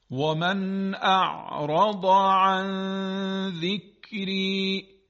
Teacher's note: در این مثال من نون کاملا اظهار میشه بدون اینکه غنه اضافی پیدا بکنه یا خیلی کوتاه خونده بشه، در حالت نرمال.